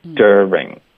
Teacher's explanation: 所以一般在美式发音中我们就发 dir，是直接进入到 er 的音